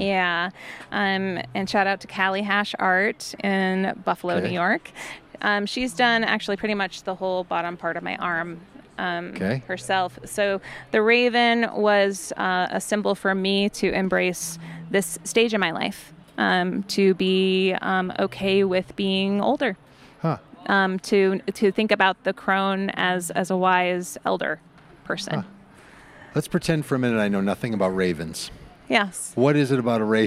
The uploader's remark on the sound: at the Wild Goose Festival in North Carolina in July of 2023